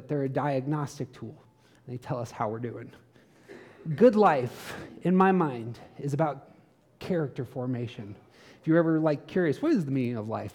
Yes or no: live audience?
yes